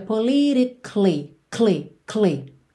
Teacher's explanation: Você vai ignorar esse A da palavra politicamente, tá? Porque você não vai dizer politically, tá?